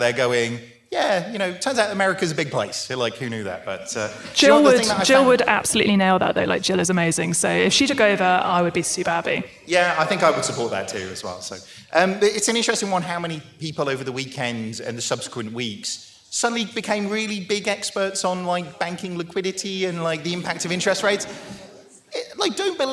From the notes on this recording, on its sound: Live on stage at our recent After Dark: London Calling event, in association with GPS.